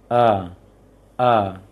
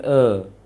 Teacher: Seharusnya fathah itu mengarah ke A, agak membuka sedikit. · Shown in: first take · A yang terlalu membuka kali juga tidak.